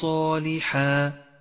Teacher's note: جاءت الغنة هنا مفخمة لأن حرف الصاد الذي بعد التنوين حرف مفخم، وكما علمت القاعدة إن الغنة تتبع ما بعدها في الترقيق والتفخيم.